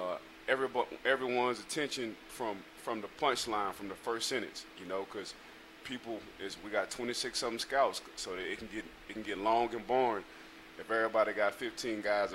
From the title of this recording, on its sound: Live from Steelers Camp